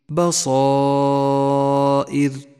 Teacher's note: حرف المد والهمزة في كلمة واحدة ولذلك سمي مدا متصلا، يمد خمس حركات وجوبا · Term: المد المتصل